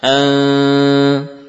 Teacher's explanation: Samar yakni tidak lagi lisan menempel pada gusi. · Term: menyamarkan nun